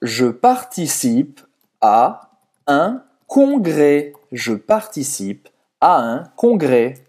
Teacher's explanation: o S no final de congrès não se pronuncia